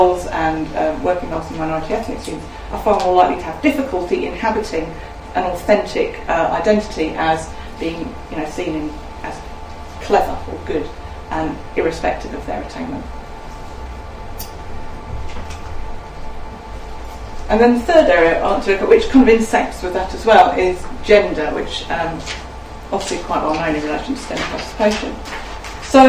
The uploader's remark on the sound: speaks at SRHE Access and Widening Participation Network